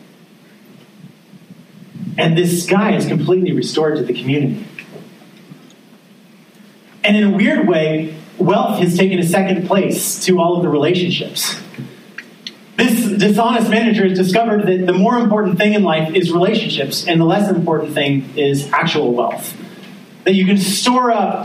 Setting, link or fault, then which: setting, large echoing room